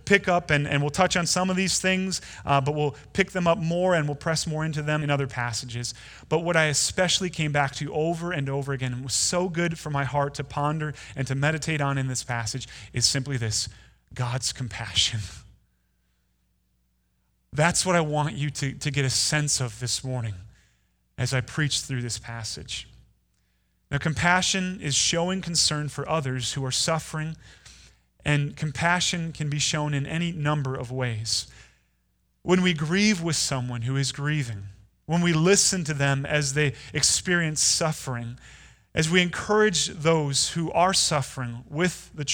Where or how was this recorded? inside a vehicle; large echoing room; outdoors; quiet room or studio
large echoing room